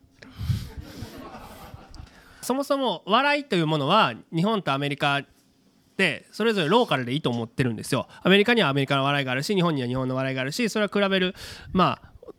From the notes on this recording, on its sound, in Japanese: 公開収録！